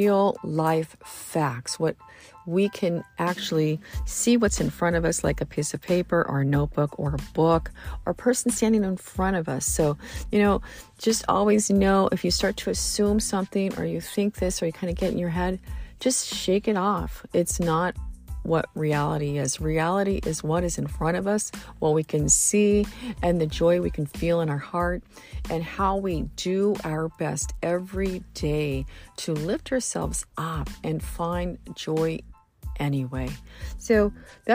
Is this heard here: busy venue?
no